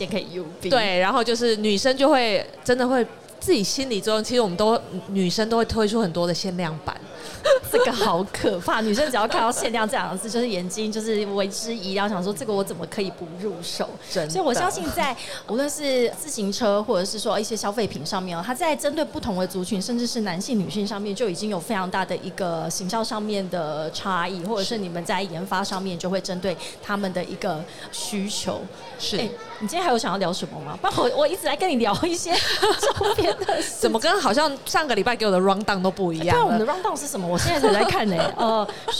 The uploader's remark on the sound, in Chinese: 2022 Taipei Cycle台北國際自行車展-Live Podcast